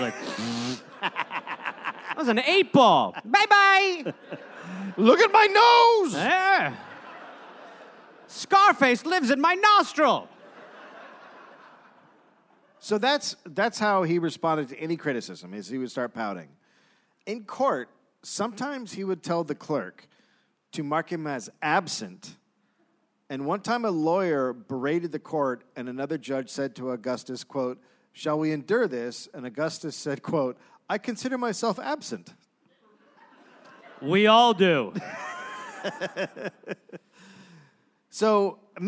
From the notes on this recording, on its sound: Recorded live in Michigan.